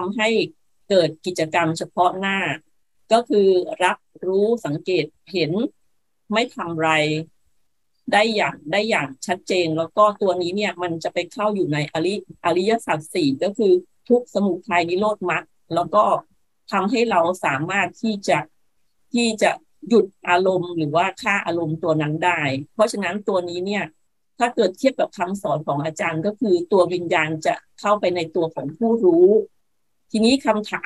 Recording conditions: video call